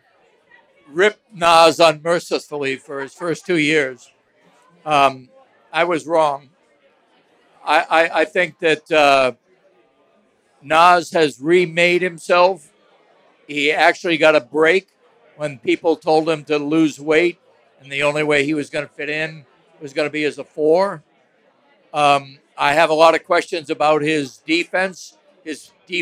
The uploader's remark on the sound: Live At Falling Knife Brewing. Live from Falling Knife Brewing Company. Then they take questions from listeners live from the taproom.